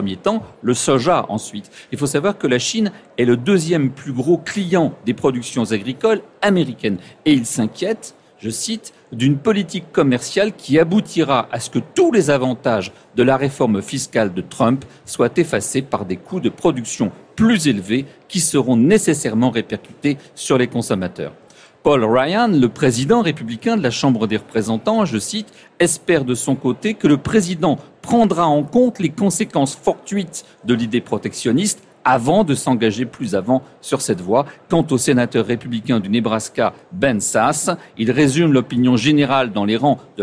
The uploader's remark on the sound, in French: En direct du Salon du Livre